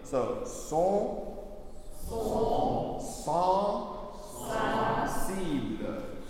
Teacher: Okay, now we got two nasal vowels in a row. It's an O vowel and an A vowel with a little bit nasal.